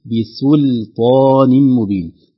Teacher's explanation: ترقيق السين واللام قبل الطاء، خوف نقول بسلطان نكون قد فخمنا السين أصبحت قريبة من الصاد، واللام قريبة من اللام المغلظة.